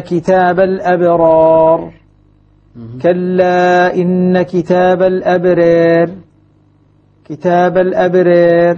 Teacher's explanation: الراء سكنت نعم، لكن بقيت ممالة · Term: الإمالة